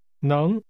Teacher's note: This is pronounced with a rising tone.